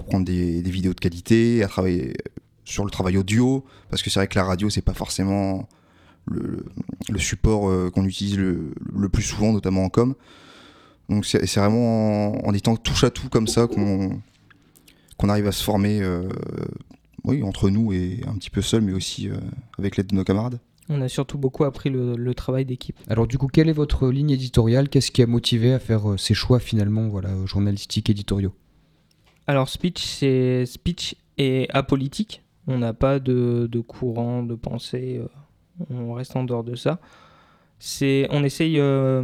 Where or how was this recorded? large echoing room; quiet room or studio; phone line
quiet room or studio